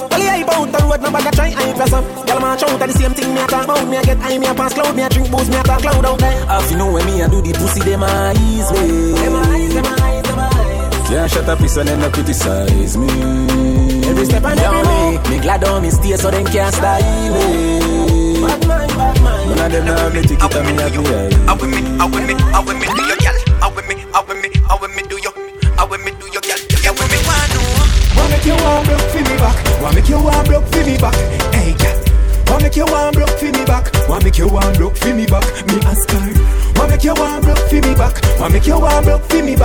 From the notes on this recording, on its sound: Live audio from Island Saturdays